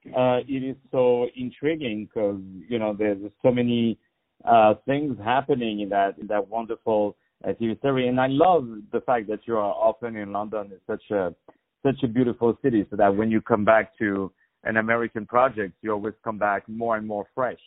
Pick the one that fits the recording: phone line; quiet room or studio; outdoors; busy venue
phone line